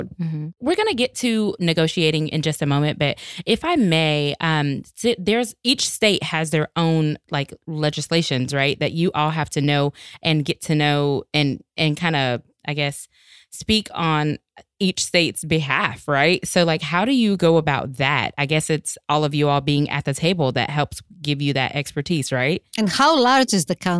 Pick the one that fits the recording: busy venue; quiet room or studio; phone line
quiet room or studio